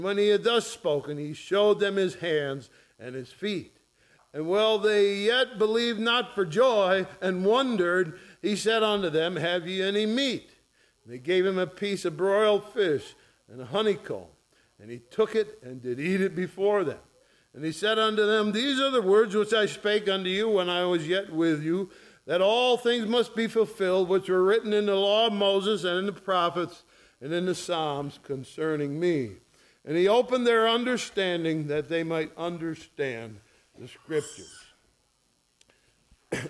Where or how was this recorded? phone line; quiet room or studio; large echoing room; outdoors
large echoing room